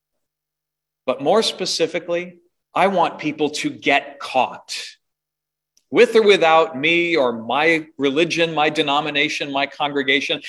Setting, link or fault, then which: setting, large echoing room